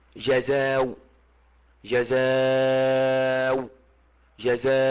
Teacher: وأما الهمزة التي على واو فهو يبدلها واو مع القصر والتوسط والمد إن كان قبلها ألف، ثم الإشمام على الثلاثة أيضا، ثم الروم على القصر، هكذا. · Term: سبعة الرسم